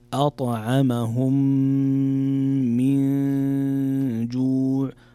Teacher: من جوع هنا حكم إخفاء، نون ساكنة جاء بعدها حرف الجيم، والجيم من حروف الإخفاء